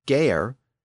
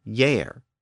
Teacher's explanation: our modern word year was originally pronounced gayer, but it became yair